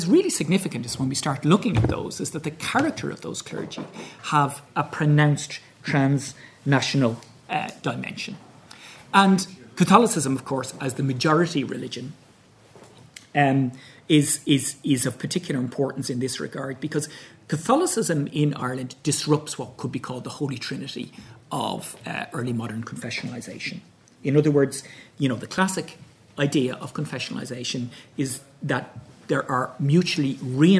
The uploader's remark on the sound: at the 2022 Tudor and Stuart Ireland Conference